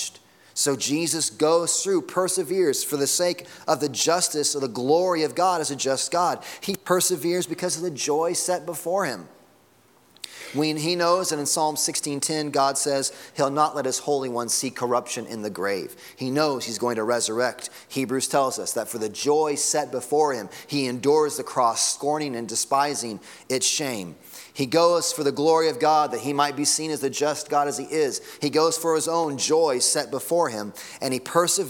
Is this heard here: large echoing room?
yes